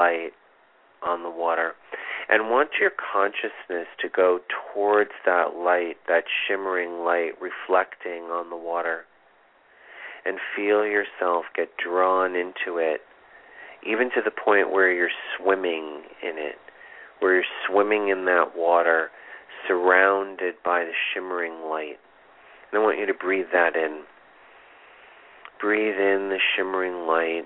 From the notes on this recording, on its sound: This is a call in show.